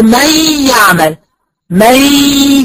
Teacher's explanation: صوت الغنه طاغي على صوت النون، فاصبحت الغنه هنا كامله